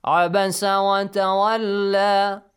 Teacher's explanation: if you stop at tawalla, the mad will be no longer a mad, okay? Just two counts, that alif mad.